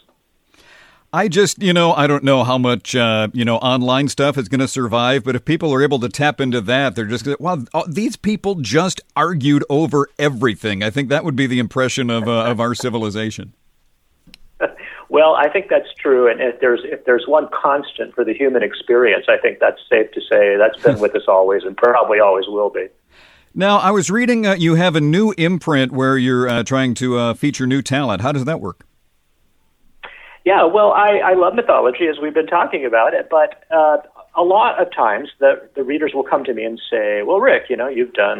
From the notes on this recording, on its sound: Called in for a chat.